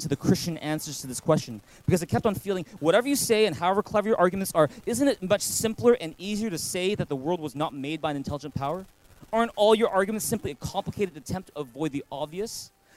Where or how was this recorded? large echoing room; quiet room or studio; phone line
large echoing room